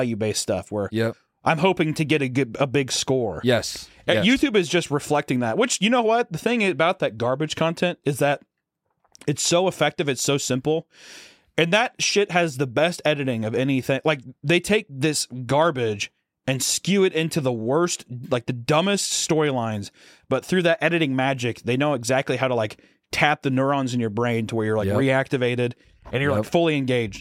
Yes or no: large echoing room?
no